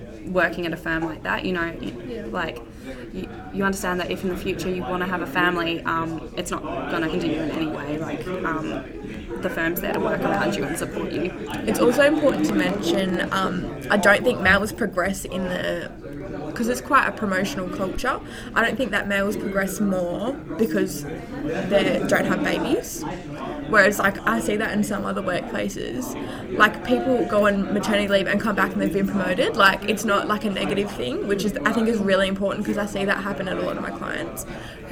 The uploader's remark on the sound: This week we bring you a special podcast recorded right after our event with KPMG!